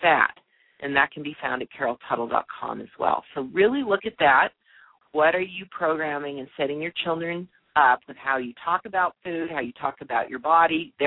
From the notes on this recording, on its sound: opens the lines to answer live questions